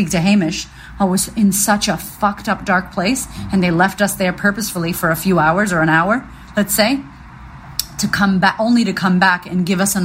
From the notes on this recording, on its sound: I was listening back through my old voice memos on my phone, and I found this one